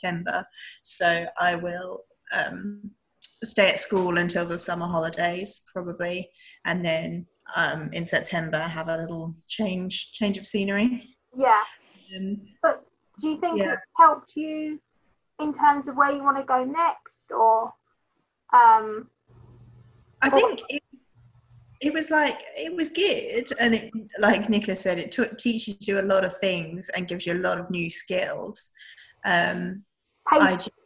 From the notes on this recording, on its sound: Online using the app zoom as I discussed during lockdown due to the Corona Virus.